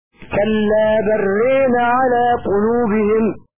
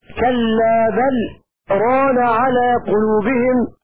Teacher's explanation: وقرأ حفص بالسكت والفتح · Shown in: second take · : هكذا كلا بل ران على قلوبهم، للفصل بين حرف الإضراب والفعل ران.